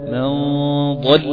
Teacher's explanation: صوت الغنة كده صوت تخين كده، صوت رخيم، صوت مفخم، صوت مغلط، صوت مستعلي، ينتج عن الاستعلاء.